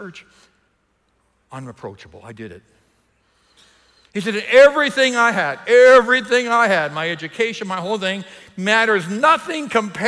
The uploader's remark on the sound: EQUIP Conference 2021 — Main Session 2